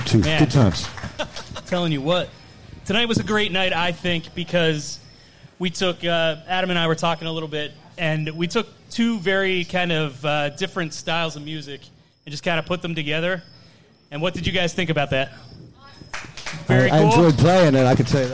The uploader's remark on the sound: Live From the Westmoreland Cultural Trust "Love Local Courtyard Concert Series". Do the podcast LIVE in front of an audience at the Love Local Courtyard Concert Series presented by the Westmoreland Cultural Trust and Palace Theatre. During a socially distanced series of very small shows.